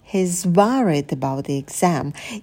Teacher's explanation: И у нас артикль произносится через «и» – «the exam», потому что «exam» начинается с гласной